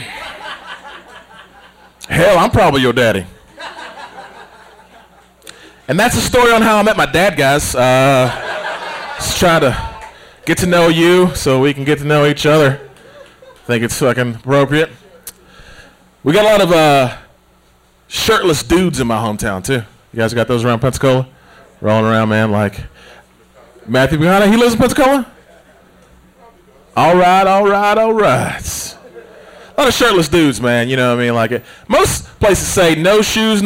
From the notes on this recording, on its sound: The Handlebar in Pensacola, FL. Quit Your Day Job Comedy Tour. Went to the show and recorded the audio for your listening pleasure.